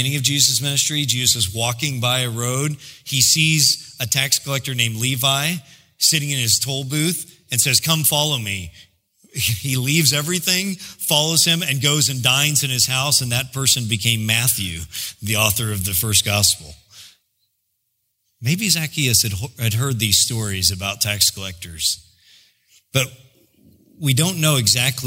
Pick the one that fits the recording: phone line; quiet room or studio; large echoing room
large echoing room